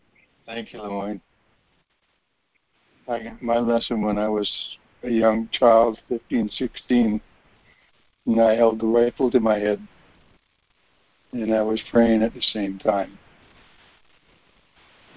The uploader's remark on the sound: ACIM Daily Conference Call